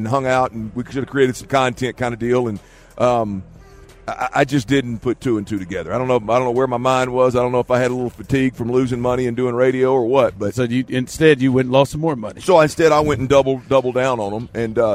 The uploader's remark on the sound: THE DRIVE is LIVE in Vegas for the Super Bowl!